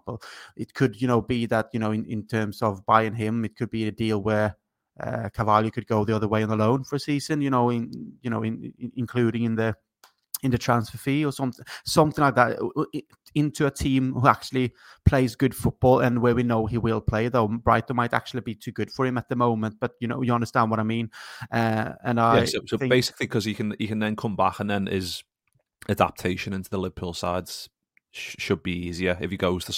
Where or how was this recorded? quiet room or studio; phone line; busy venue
quiet room or studio